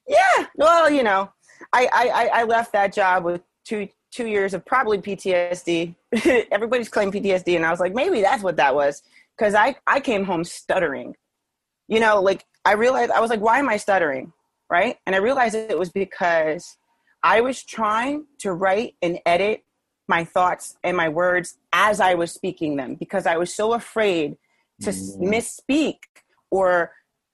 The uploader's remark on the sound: Spoke with me over Zoom.